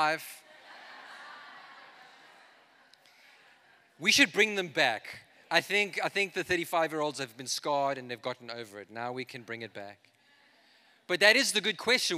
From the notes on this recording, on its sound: This is a message I preached in Revive Church.